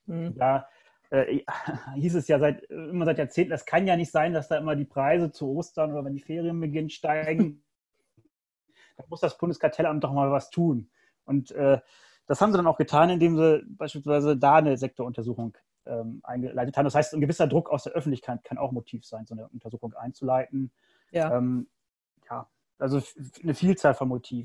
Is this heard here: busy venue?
no